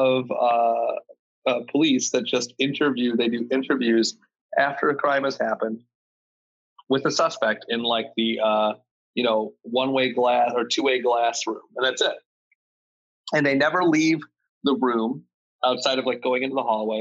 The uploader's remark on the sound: have a somewhat fall-themed Zoom hangout!